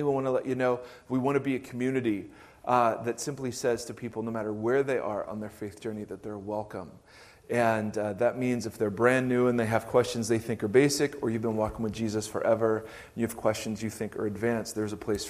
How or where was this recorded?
large echoing room